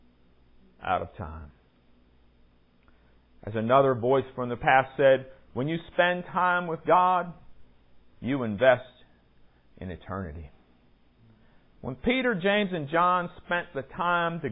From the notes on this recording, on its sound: Recorded at Salem Presbyterian Church, Studely, VA on February 23, 2020.